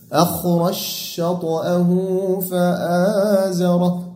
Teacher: يقرأه بإدغام الجيم في الشين